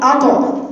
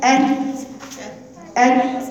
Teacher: الطرف العريض في الطاء حته كبيره لكن في التاء حته اصغر شويه